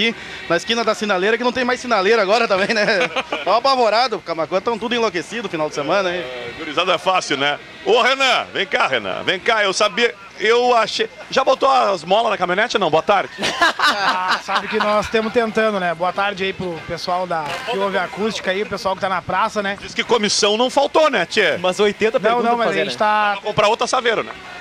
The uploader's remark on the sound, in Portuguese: Especial Invasão 97 ao vivo da Esquina democrática.